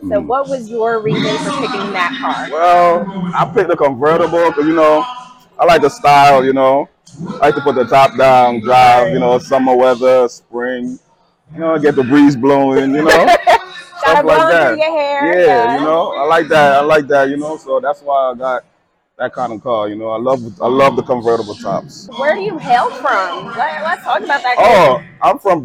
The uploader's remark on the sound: Live from the Nexgen Car Show in Poughkeepsie, NY on 9/3/23!